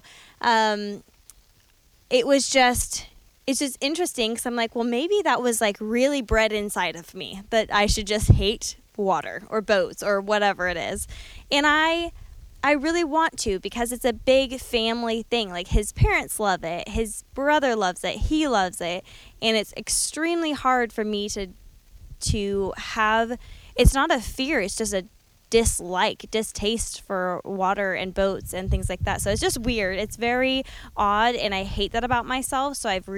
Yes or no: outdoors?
yes